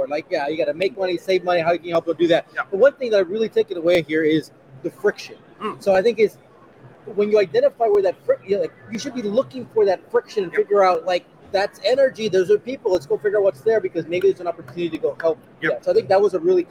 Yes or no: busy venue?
yes